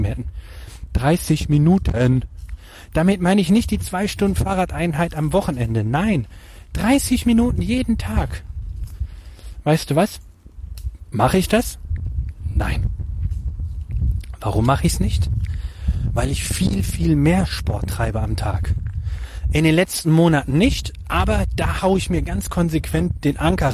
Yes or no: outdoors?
yes